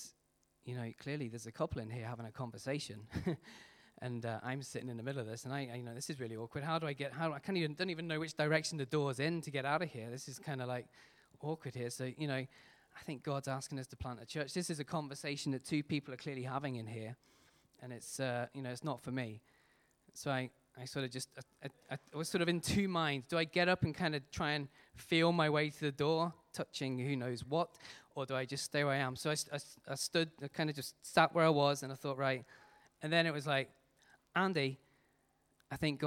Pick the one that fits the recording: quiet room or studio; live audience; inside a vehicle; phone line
live audience